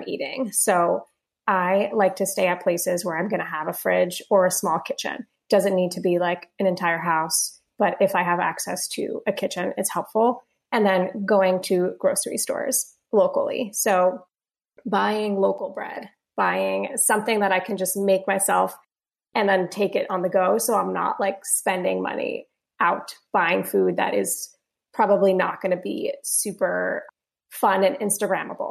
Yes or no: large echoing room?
no